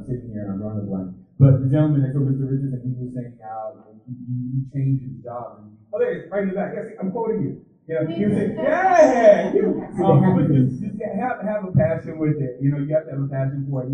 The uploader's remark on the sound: DC Podfest Panel 2016 LIVE. This is a special episode based off of the audio from the great DC PodFest panel on diversity in podcasting. That occurred at the Wonderbread Factory in Washington, DC on Saturday, November 5, 2016.